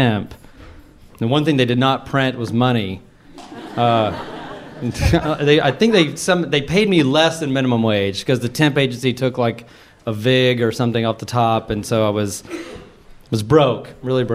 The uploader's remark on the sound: Live at the Bell House!